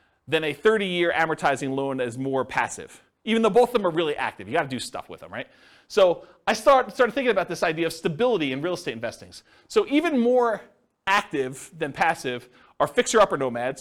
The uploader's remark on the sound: This was a live class recorded